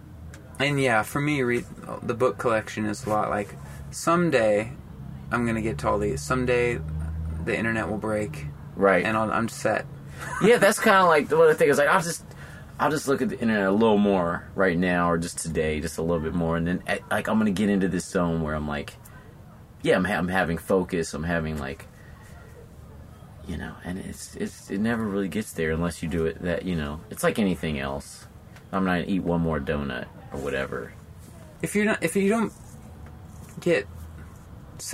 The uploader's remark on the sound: Outside of Neumo's rock club in Seattle. Tour van.